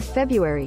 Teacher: the R is silent in February. February.